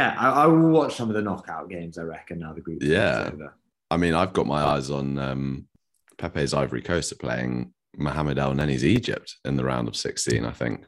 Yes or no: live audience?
no